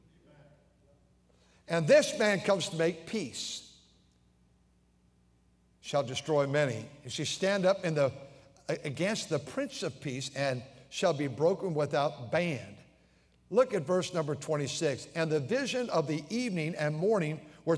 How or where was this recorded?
large echoing room